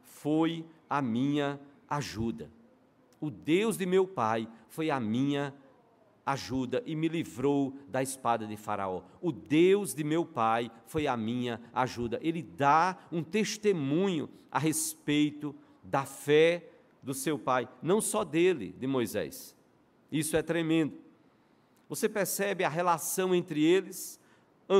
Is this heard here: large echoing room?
yes